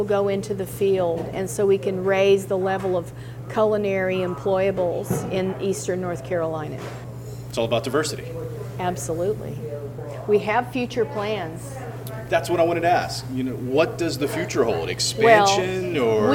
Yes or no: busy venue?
yes